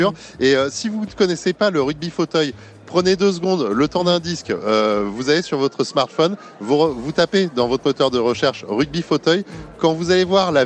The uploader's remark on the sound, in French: En direct du SIA